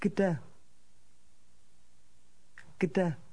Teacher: This word begins with a GD sound, a combination we have at the end of the English word hugged.